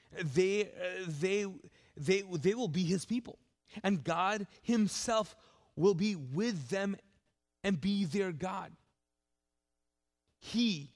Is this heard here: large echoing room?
yes